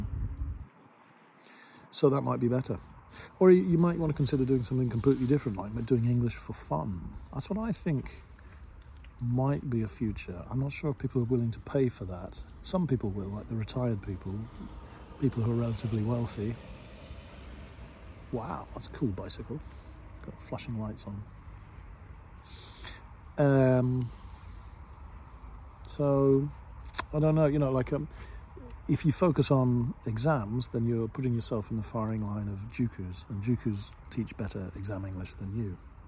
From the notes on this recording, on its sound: I'm in front of the lake as usual and just in the middle of a bike ride. I just thought i would make a recording where i don't disturb anybody at home or in the office or at the school.